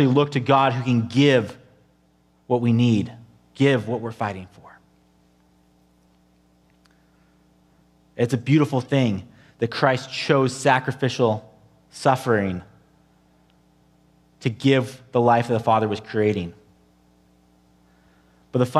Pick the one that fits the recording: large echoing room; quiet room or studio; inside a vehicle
large echoing room